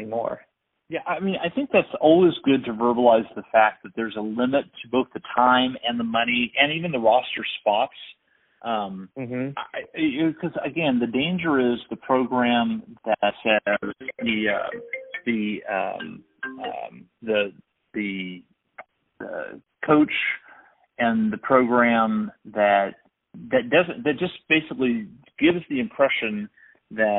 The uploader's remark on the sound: We had a conversation with a track and field coach over the phone.